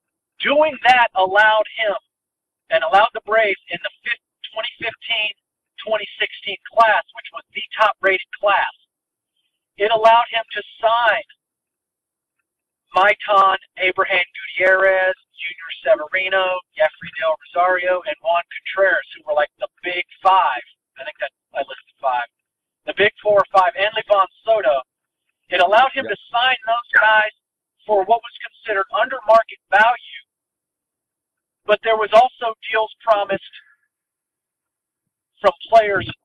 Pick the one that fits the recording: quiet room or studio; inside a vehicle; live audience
inside a vehicle